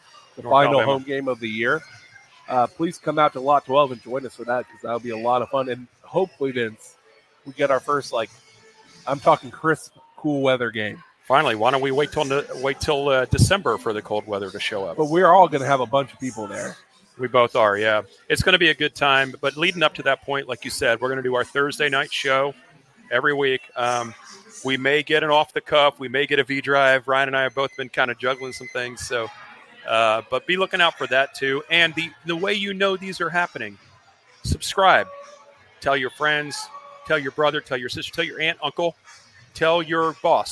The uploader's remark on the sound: POSTGAME LIVE from Fishweir Brewing Company in Jacksonville.